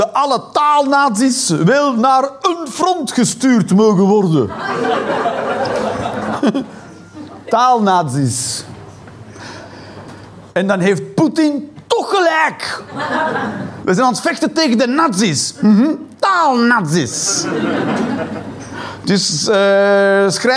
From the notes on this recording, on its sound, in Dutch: Live 19 Maart 2023, Toomler, Amsterdam.